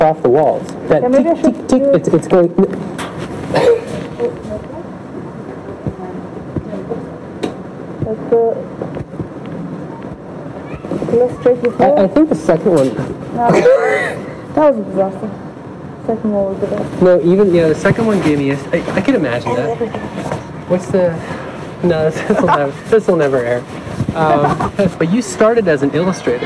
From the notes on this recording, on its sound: Live at Sparrenburg Castle. Recorded with my mobile podcasting setup directly from Sparrenburg Castle! The sound quality improves as the interview goes on.